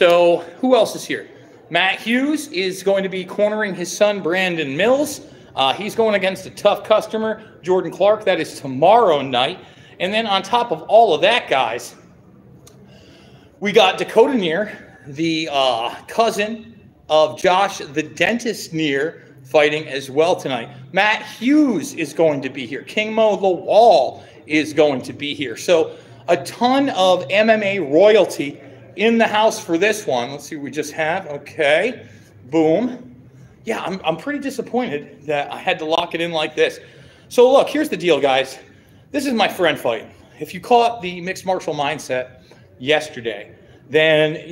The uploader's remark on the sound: LIVE From Caged Aggression Bad Blood